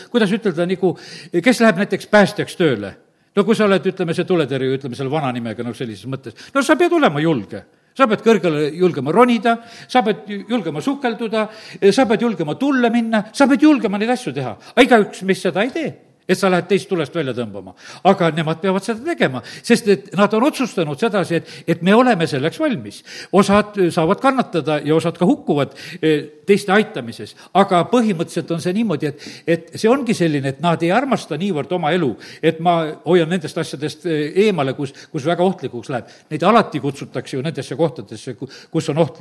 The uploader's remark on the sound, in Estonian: Audio salvestus koosolekult.